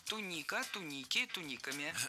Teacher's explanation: Ударение в этом слове падает на второй слог во всех формах.